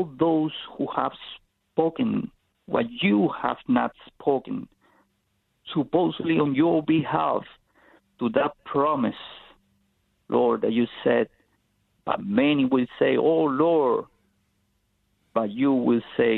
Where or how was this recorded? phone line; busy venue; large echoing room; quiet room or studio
phone line